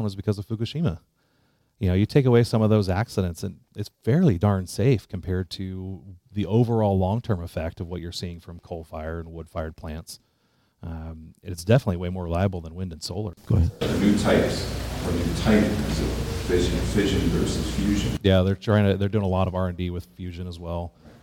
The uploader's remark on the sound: Live from RTA Connect 2022. From the RTA conference in Mesa, AZ.